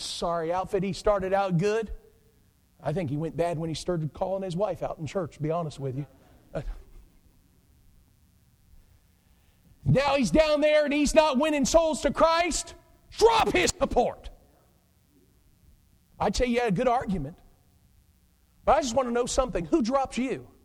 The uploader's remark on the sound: Preached at Pleasantview Baptist Church in Taylors, SC.